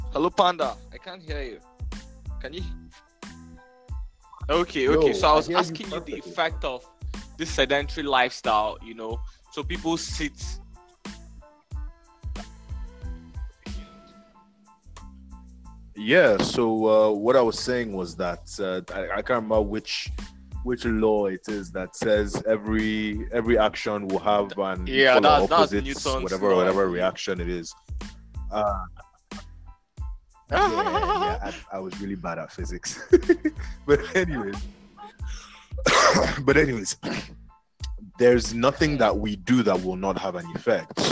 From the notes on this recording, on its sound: The podcast is unedited so you get to see firsthand how people struggle with poor internet connection.